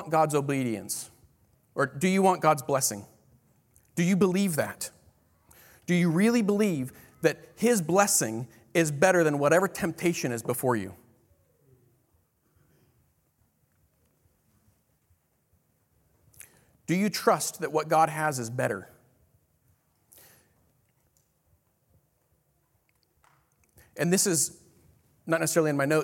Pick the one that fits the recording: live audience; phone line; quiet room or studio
live audience